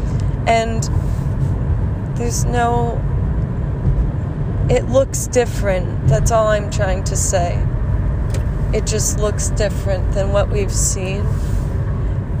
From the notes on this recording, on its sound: This was a quick ramble in the car